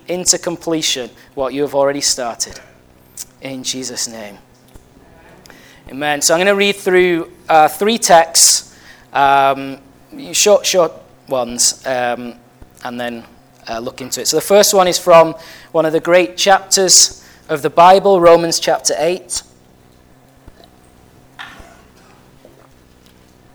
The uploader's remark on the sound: at Family Church Westhoughton